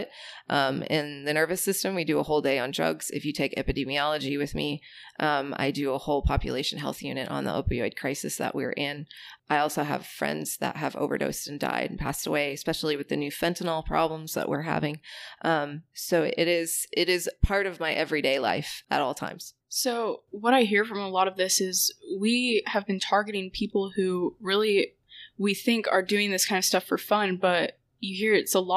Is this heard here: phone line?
no